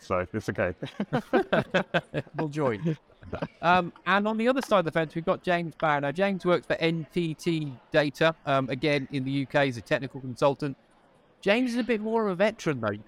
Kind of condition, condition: setting, busy venue